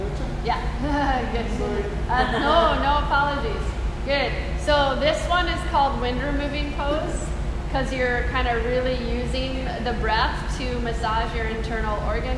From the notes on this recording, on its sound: This is a live excerpt of a recording during a corporate enrichment workshop for a group of employees